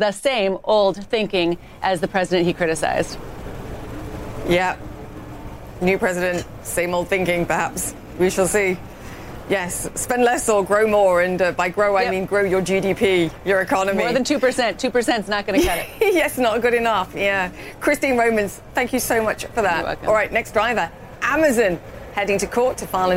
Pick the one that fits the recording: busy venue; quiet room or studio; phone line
busy venue